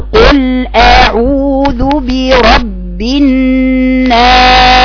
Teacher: صوتها برضو فيه رخاوه جريان صوت في السين بقراها كالتالي، بقول قل اعوذ برب الناس صوت بيجري.